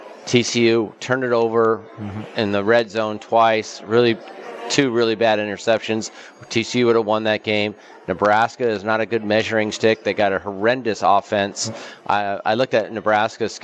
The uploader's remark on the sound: Live from Super Book at the Westgate Las Vegas